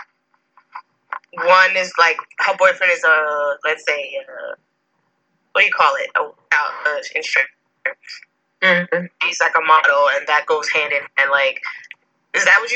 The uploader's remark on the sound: They come together via Facetime